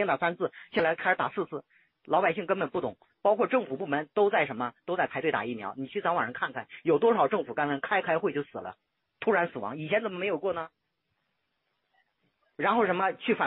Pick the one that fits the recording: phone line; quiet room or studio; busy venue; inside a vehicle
phone line